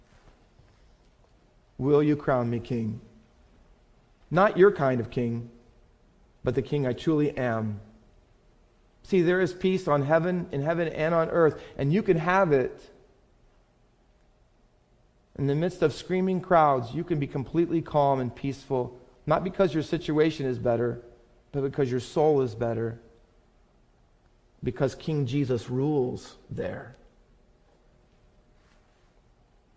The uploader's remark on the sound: Faith Baptist Church in Hamilton, NJ.